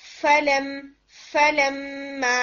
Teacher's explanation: फा की साउंड भी रन करे और उसमें एयर भी आ रही हो